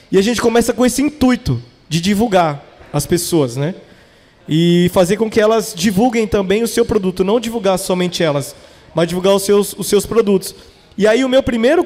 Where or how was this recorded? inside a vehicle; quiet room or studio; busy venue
busy venue